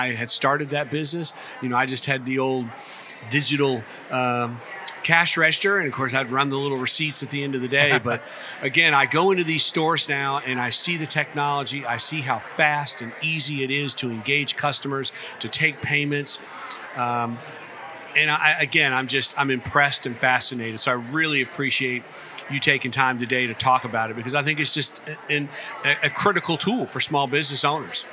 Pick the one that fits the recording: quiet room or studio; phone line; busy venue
busy venue